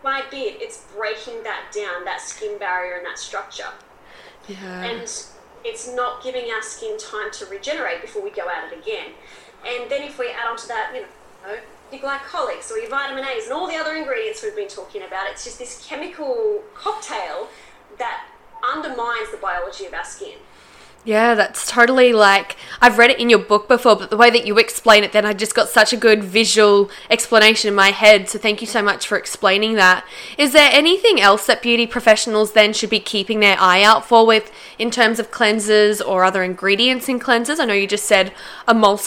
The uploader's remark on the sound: APOLOGIES FOR TODAY'S AUDIO!